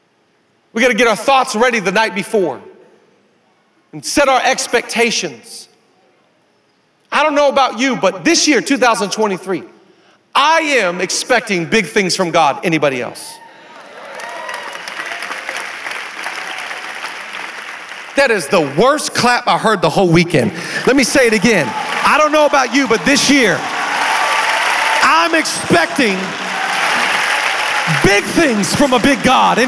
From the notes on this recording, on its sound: VOUSCon Sunday. Live from VOUSCon 2023.